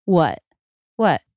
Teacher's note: Now, if you're doing a stop T, you stop the air. You may or may not lift your tongue up. It's not required to stop the air. You can just stop the air in your throat.